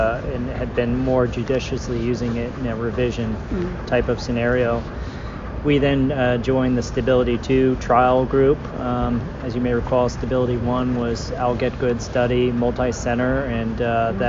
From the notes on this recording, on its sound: We’re coming to you live from the American Academy of Orthopaedic Surgeons annual meeting in Las Vegas, our largest orthopaedic conference. This year, over 20,000 orthopedic professionals gathered at the AAOS meeting to take part.